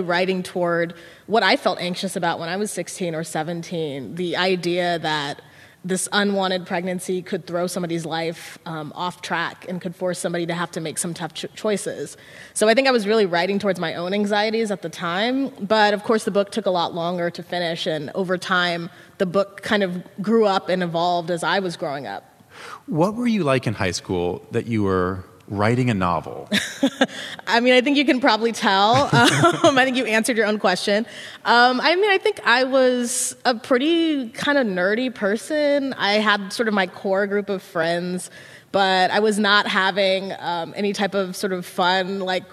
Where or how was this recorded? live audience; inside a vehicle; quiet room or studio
live audience